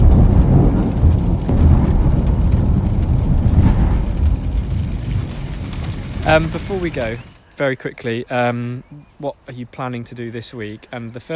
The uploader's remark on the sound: As we walk around we answer the question, what are our favourite allotment sounds? This includes birdsong, thunder and drumming!